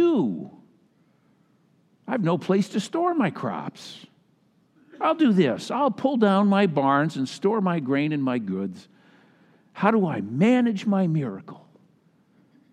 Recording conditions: large echoing room